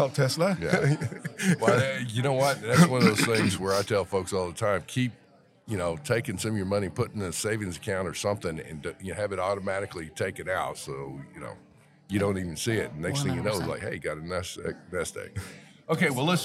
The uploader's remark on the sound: Visiting with attendees of the ICPA 2022 Fall Conference. We set up our microphones and cameras to talk to attendees, sponsors, exhibitors, and the host of the event.